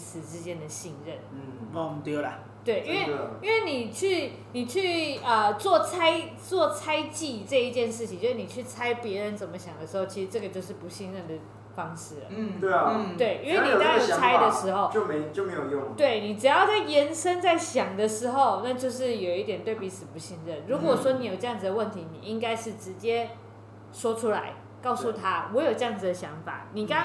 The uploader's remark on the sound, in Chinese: 錄音地點｜ 藍色咖啡館 108台北市萬華區大理街131號